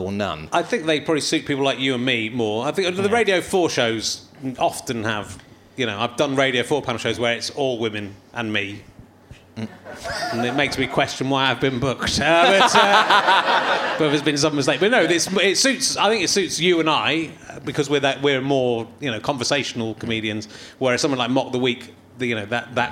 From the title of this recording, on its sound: Leicester Square Theatre Podcast